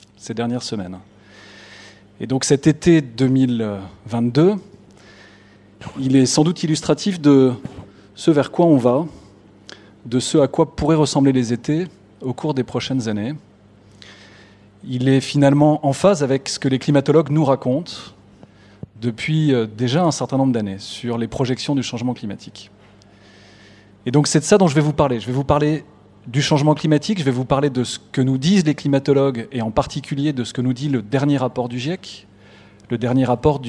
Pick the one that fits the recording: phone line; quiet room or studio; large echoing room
large echoing room